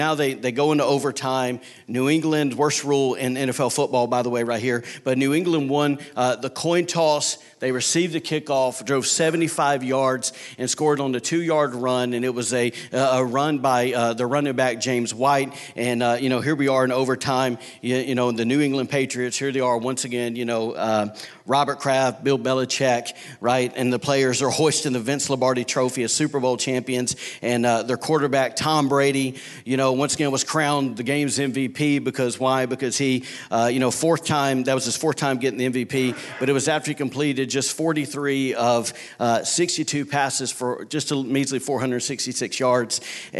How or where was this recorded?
large echoing room